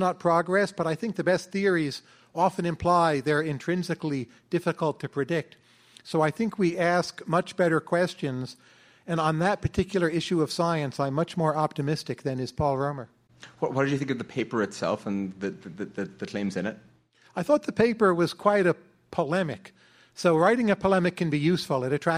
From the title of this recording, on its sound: Live at Stripe